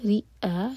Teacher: رئاء حمزہ پر cut off sound کے ساتھ پڑھا جائے گا